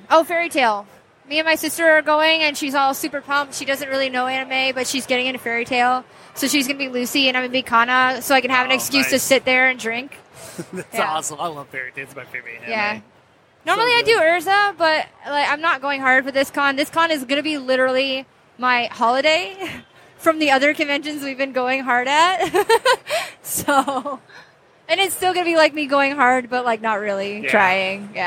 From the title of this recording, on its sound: Live at Motor City